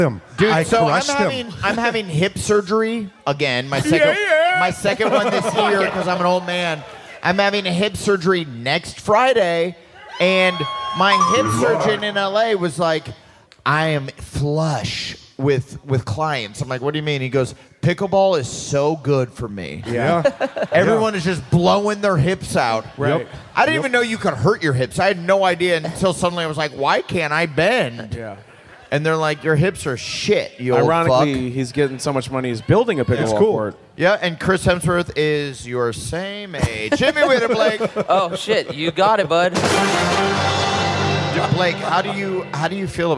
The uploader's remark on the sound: Live From Tulsa!